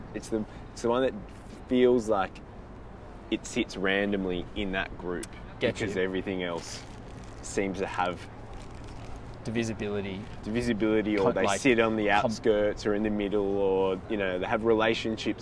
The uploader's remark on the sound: live from Barangaroo boardwalk!